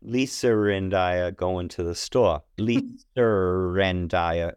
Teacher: The inserting the R, I've always called it intrusive R.